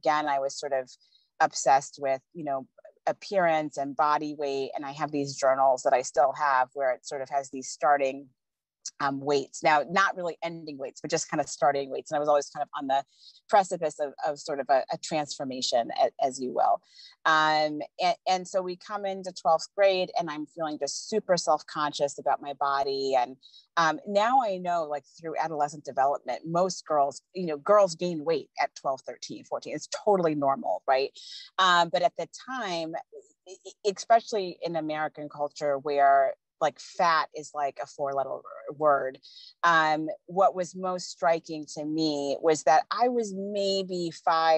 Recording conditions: video call